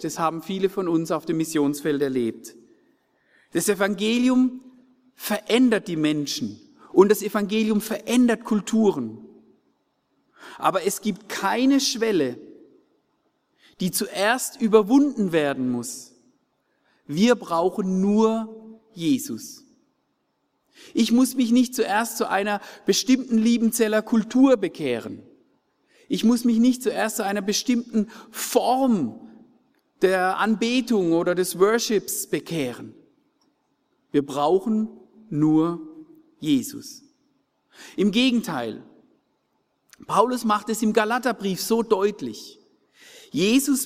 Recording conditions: large echoing room